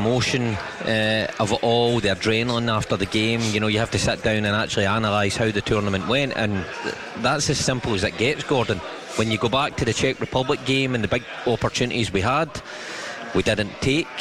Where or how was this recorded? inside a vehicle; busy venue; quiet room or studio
busy venue